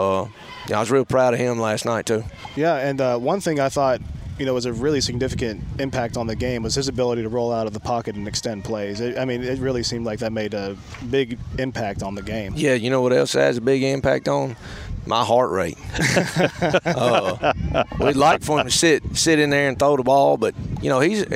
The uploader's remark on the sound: Live from the Limestone County middle school jamboree